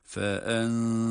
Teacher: Zel harfi ince ama ra kalın